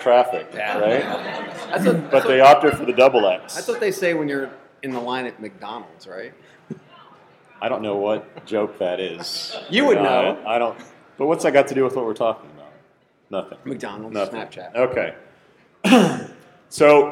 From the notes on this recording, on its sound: Live from Jobg8 Job Board Summit in New Orleans. The boys headed down the The Big Easy this week for a live podcast at the Jobg8 Job Board Summit.